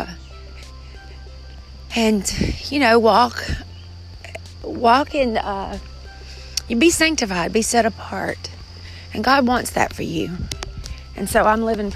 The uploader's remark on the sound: Please forgive the sound of my shirt rubbing up against my phone.